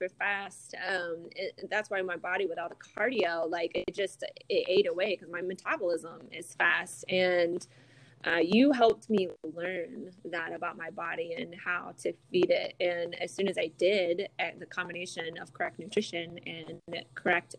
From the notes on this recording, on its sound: audio on this episode is a little wonky